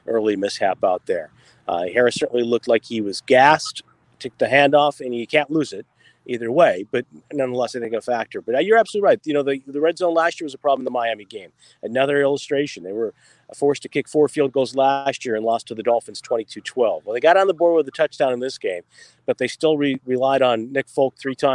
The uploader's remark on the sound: joins us live from a charity golf tournament